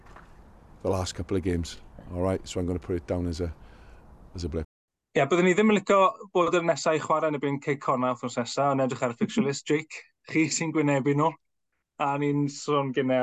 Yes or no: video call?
no